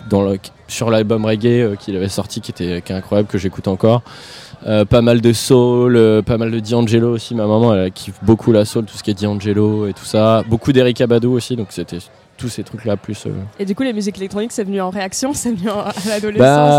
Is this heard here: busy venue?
yes